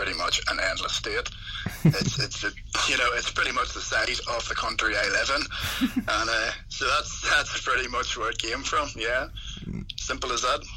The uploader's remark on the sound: via phone